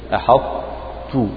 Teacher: فتنتبه لترقيق الحاء من أحط، يعني بحيث لا يطغى تفخيم الطاء على ترقيق الحاء